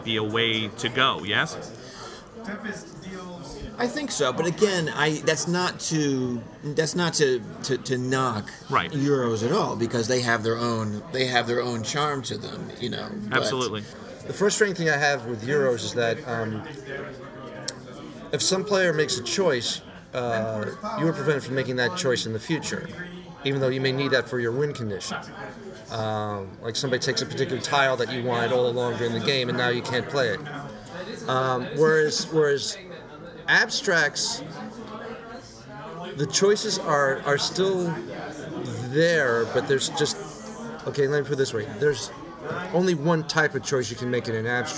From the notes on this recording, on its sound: live from ConnCon in Stamford Connecticut